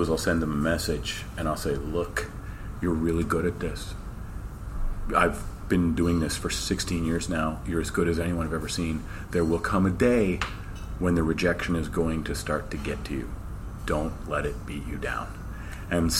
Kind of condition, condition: setting, busy venue